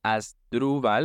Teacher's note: The main stress is on the second syllable